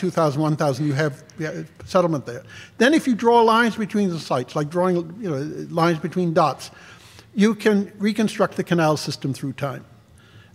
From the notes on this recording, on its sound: This lecture was live streamed. This audio recording was originally presented as an illustrated lecture.